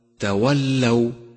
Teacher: ثانيا، احذر من اللحن عند كلمة تولوا تولوا، وانتبه لفتحة اللام وشدتها فهي مفتوحة وليست مضمومة، فالصواب أن تقول تولوا، والخطأ الشائع تولوا.